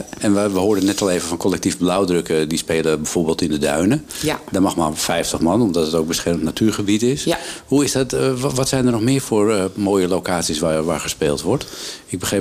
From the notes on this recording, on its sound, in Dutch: Tekst & Uitleg komt deze week vanuit het festivalhart van De Karavaan in Alkmaar. NH Radio.